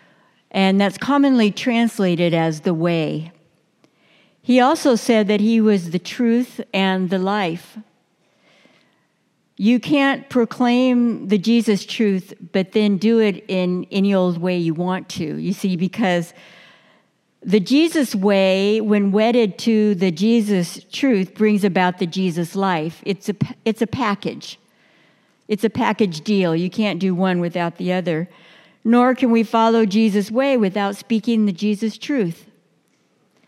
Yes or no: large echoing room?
yes